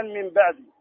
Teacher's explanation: يعني نقلب النون الساكنة ميما خالصة · Term: القلب